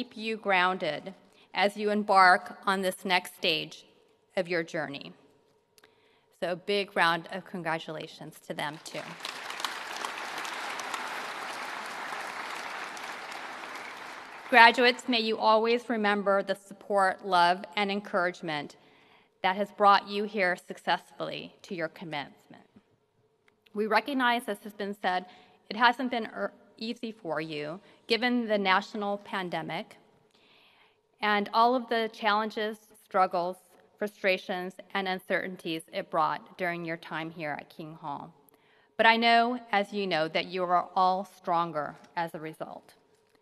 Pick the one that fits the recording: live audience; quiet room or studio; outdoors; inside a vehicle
live audience